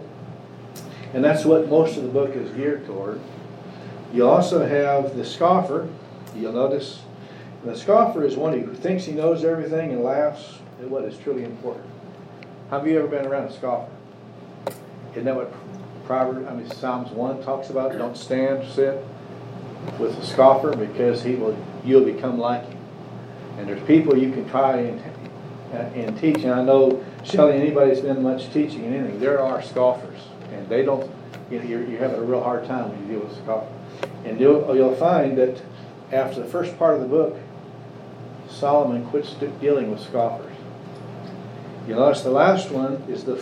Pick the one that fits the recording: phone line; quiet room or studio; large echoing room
large echoing room